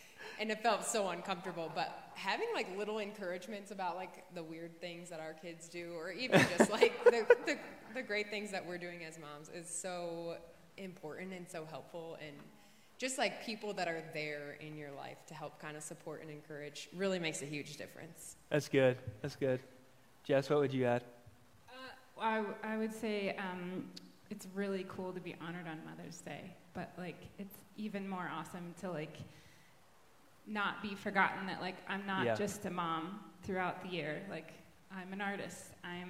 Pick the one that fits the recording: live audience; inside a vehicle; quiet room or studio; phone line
live audience